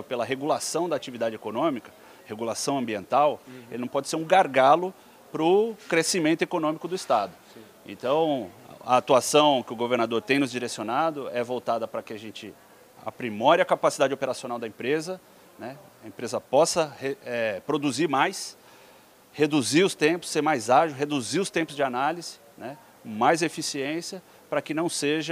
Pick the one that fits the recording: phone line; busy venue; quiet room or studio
busy venue